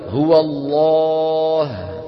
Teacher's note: مو يعني غليظة ودم تقيل، مغلظة يعني مفخمة. تغلظ العرب اللام بإجماع كل القبائل العربية متفقة في لفظ الجلالة الله إن سبق بفتحة أو ضمة · Term: اللام المغلظة